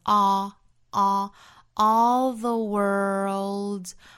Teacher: ALL 在美音之中读成 all，元音的开口度要更大、更松弛，发成 all theworld's。World 这个词在美音之中读成一个卷舌的 r，后面带舌侧音 earl，注意舌尖位置的变化 earl world 后面再加 ps 读成 z worlds all the world's 再跟后面的连读 all